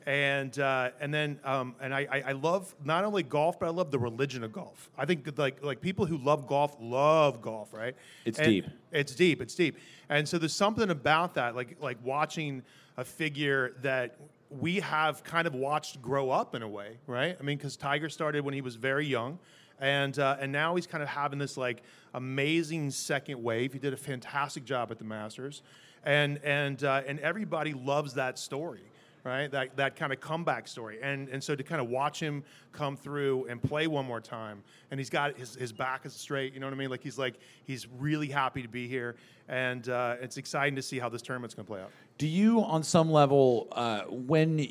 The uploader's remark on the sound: LIVE from the Chase Sapphire Cardmember Club. Have a LIVE conversation about food, golf, passion and finding creative inspiration.